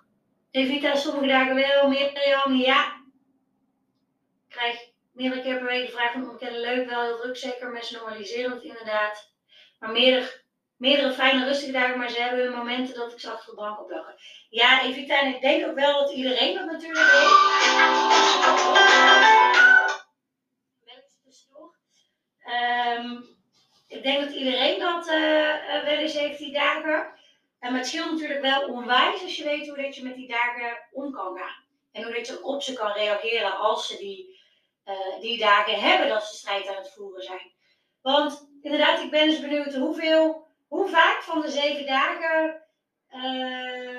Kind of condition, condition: fault, phone or laptop microphone